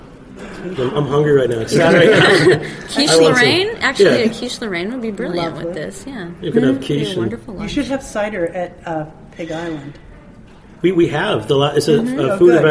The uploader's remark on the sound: a special show at The Food & Enterprise Conference in Industry City in Brooklyn